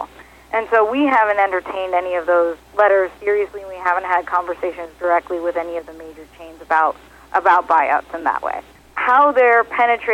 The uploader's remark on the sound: called in to SmallCapVoice